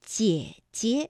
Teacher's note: 天我们的问题是，在故事当中有哪些同音字的连读现象？它们是如何变调的呢？来举几个例子哈，比如说像故事当中有很多的象声词，就、黑、哈。那比如说啊，当我们把几个不同的四声字连在一起，就我，那不是每一个字都能读四声的完整声调的，大家知道四声的调值是五幺，也就是说单独读的时候是就。但是你想哈，无论是因为时间的关系，或者是语调连在一起的关系，当就连在一起的时候，不可能每一个字都从五能够降到幺，所以啊，我们通常把它从五降到三。这个去声就完成了，就我。那像姐姐，那本身呢，姐是重叠名词，那第二个姐呢，就要变成轻声了，读得短促而轻。那么姐姐本来啊，这个赏声也应该读214，姐。但是当连读的时候，第一个"姐"呢，我们就把它读成二幺，姐姐。好，接下来呀，我们就来听成语"三人成虎"的故事。虎是个赏声字，那和